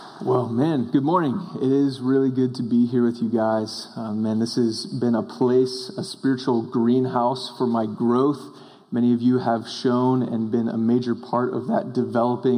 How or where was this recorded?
large echoing room